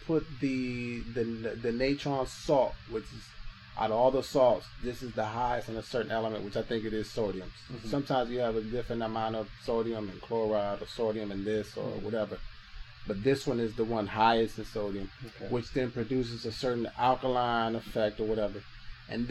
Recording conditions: poor sound quality